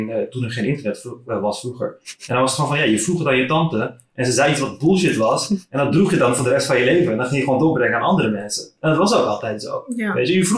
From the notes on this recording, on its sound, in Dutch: Lekker weer een goeie ouwe aflevering met audioproblemen